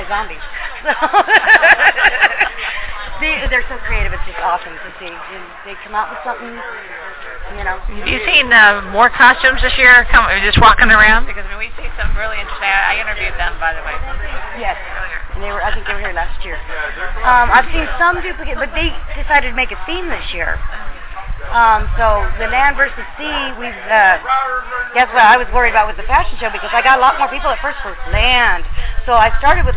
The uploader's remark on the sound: THIS SHOW IS NOT LIVE - IT HAS BEEN PRE-RECORDED. At the Wild Wild West Steampunk Convention this last weekend.